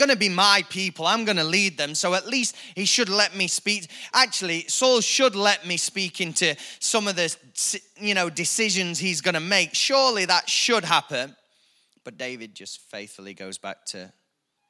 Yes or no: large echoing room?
yes